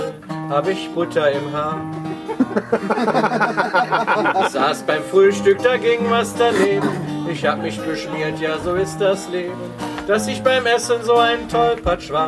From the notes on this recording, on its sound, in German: In dieser Episode könnt Ihr Aufnahmen vom PodstockDE 2017 hören